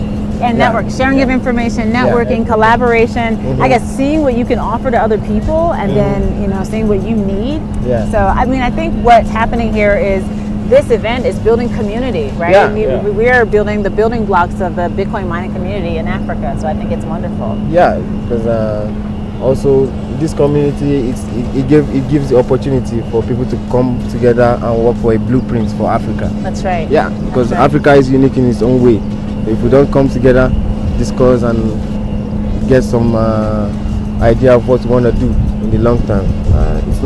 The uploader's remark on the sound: Live from Africa Bitcoin Mining Summit- Part 2 (Gitugu, Kenya Site Tour)